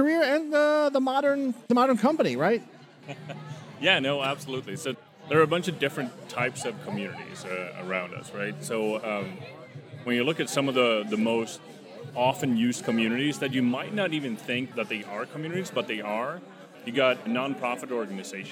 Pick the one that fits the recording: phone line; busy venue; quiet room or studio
busy venue